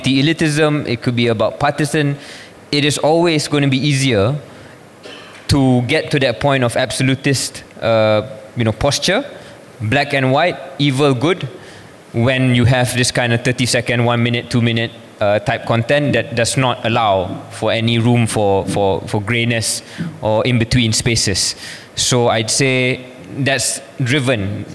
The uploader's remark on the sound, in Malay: merupakan episod secara langsung di Georgetown Literary Festival, ‘Pulau Pinang’ pada 25 November 2023